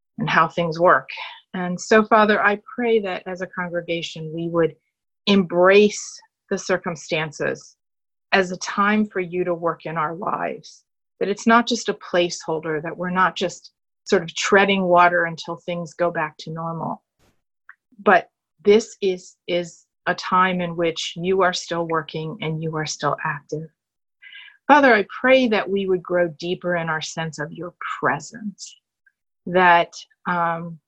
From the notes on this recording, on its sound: Our zoom streamed service